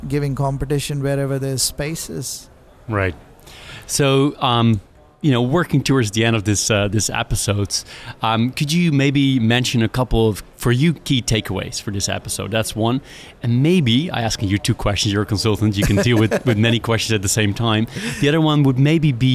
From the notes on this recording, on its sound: This podcast was recorded live at Money 20/20 Europe in Amsterdam.